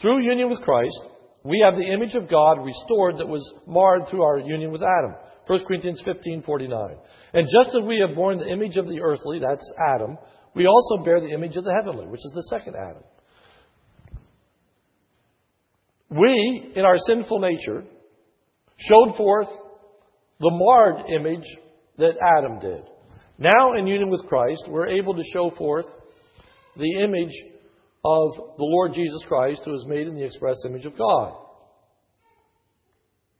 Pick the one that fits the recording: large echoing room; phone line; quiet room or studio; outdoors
large echoing room